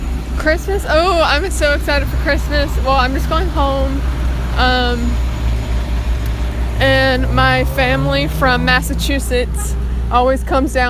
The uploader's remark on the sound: walking around the GCSU campus